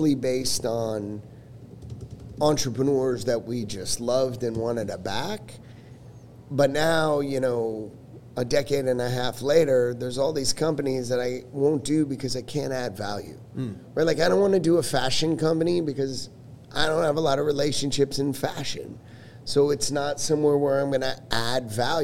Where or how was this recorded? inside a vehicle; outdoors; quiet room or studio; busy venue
busy venue